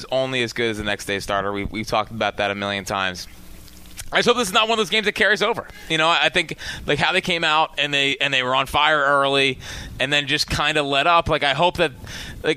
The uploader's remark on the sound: live from Citizens Bank Park